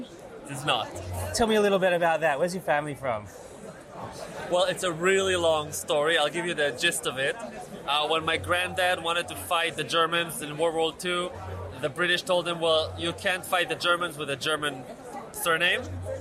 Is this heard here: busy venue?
yes